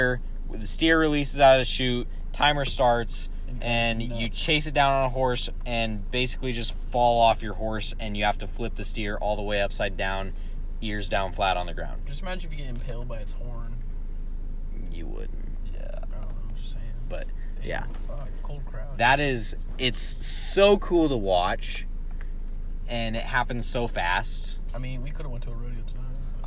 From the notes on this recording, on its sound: An incredible talk in the car.